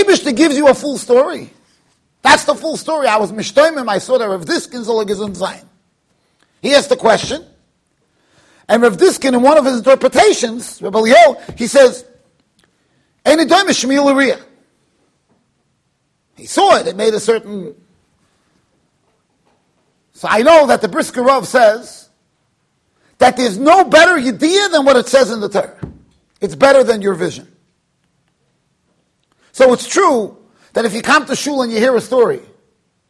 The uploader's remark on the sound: Shiur recorded in Yeshivas Ohr Reuven, Monsey NY.